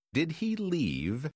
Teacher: Did he leave? لاحظ كيف ترتفع طبقة الصوت في نهاية السؤال